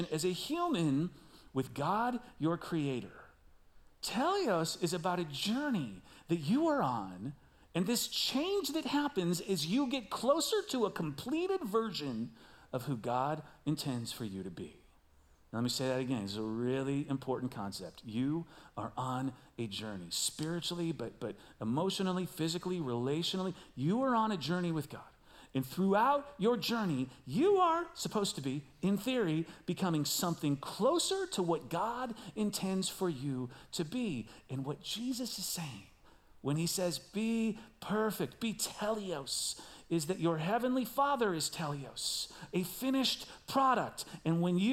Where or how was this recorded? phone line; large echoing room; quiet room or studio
large echoing room